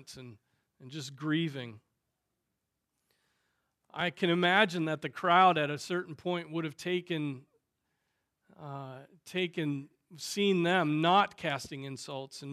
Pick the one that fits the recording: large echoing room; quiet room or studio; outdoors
large echoing room